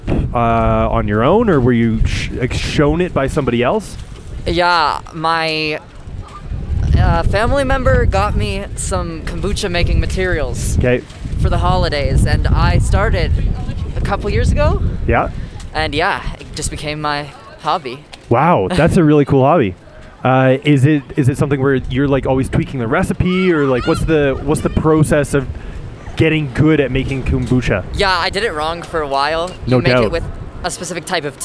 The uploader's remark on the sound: Traveling west of Denver to a small town at the edge of the Rockies (you guessed it, Boulder). He sets up microphones in the streets and talks with random people about what's happening for them in life.